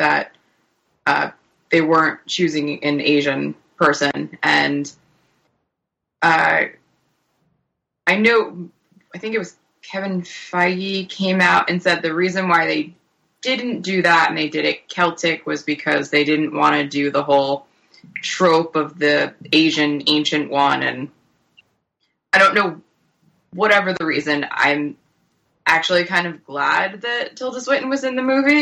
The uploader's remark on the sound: enter into astral communion (also called 'Skype')